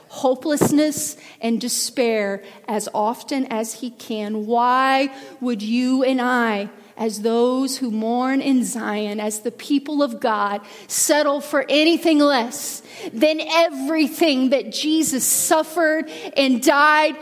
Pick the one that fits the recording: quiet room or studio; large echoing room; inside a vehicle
large echoing room